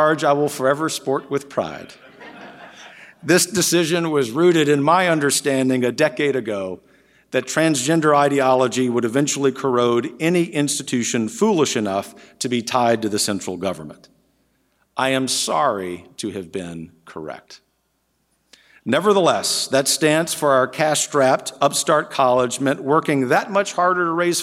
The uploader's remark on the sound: In his remarks to the third National Conservatism Conference.